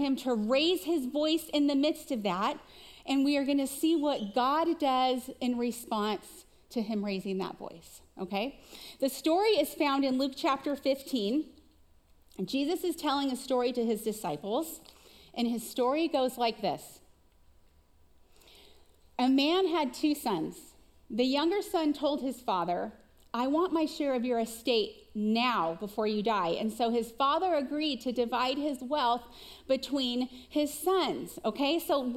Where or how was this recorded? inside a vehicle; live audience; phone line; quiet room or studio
live audience